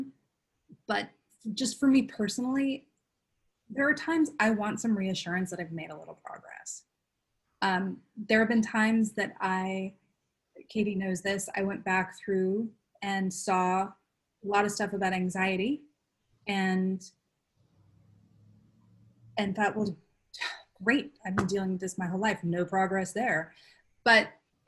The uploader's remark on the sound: This conversation took place live as part of Flourish & Bloom Collective , a cozy online group